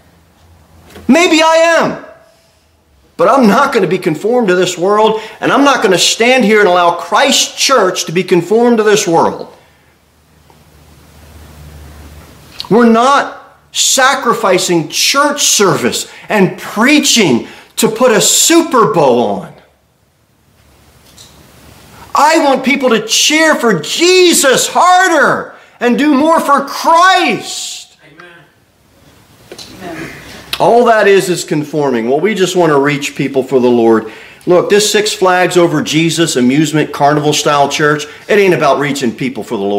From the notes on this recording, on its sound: Sermon delivered at Pilgrim Baptist Church